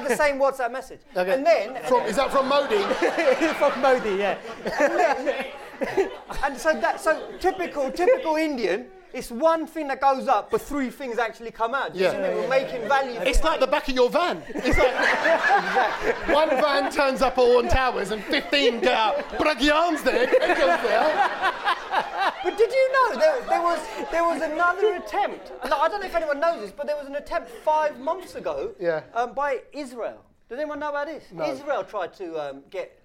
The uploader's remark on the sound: The London Podcast Festival 2019. Were invited to do their podcast live in front of a sold out crowd...